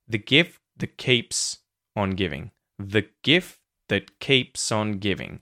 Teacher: the word that gets the schwa sound because it gets reduced.